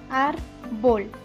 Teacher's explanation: Tenemos aquí la palabra árbol, la separamos árbol. Dentro de estas dos sílabas hay una que pronunciamos fuerte y es ar. Esa es la sílaba tónica.